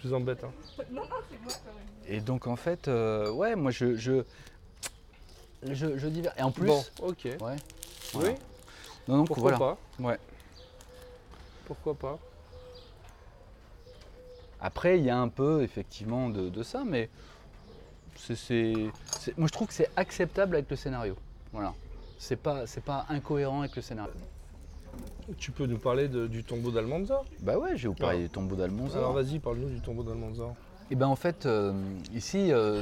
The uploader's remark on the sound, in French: L'enregistreur Zoom F2 pour un enregistrement en extérieur dans la petite ville bretonne de Piriac-sur-Mer. Nous expérimentons l'enregistreur Zoom F2 pour un enregistrement en extérieur dans la petite ville bretonne de Piriac-sur-Mer.